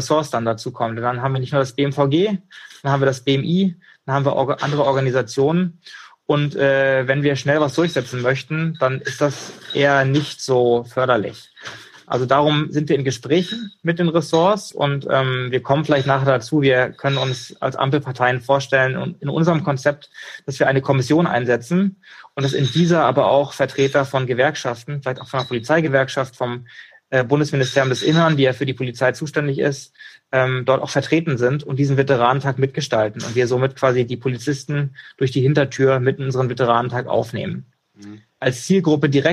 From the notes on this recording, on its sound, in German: In einem Instagram Live